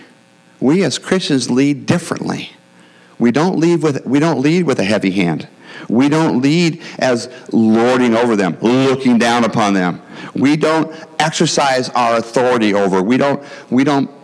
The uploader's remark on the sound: the gospel preached at our church on Sunday